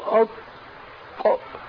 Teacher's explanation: الطاء ليس فيها استطالة، لما تنطق بالطاء ساكنة تقول أطق